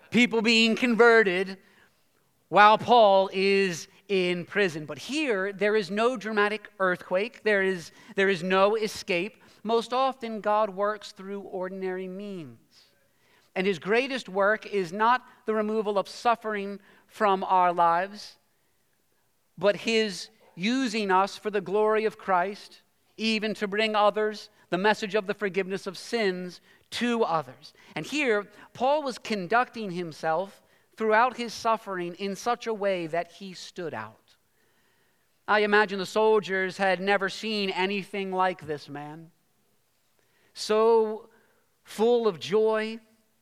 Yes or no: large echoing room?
yes